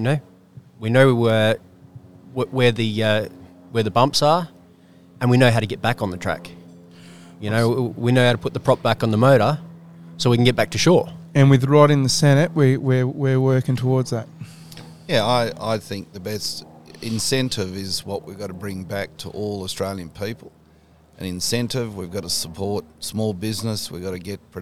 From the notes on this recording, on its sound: We live cast from the Moore & Moore cafe in Fremantle Western Australia.